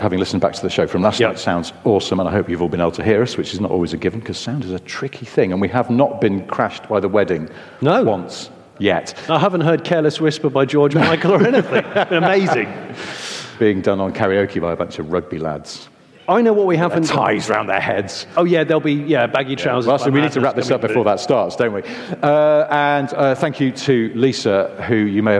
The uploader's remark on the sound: In their second London live recording